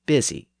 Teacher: It's spelled in the southern manner with a U, but it's pronounced in the northern manner with an I sound